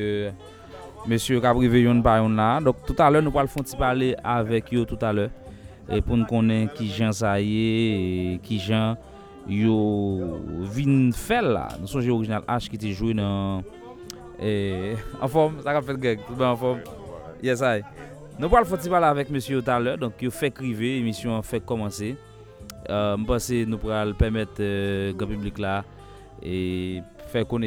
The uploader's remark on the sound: PRESS CONFERENCE IN FLORIDA